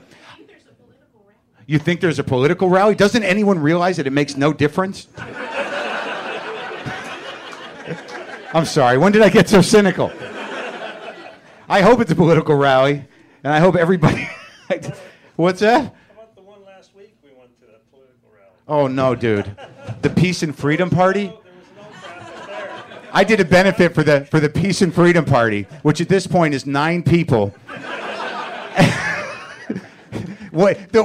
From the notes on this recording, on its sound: this live show at UCB LA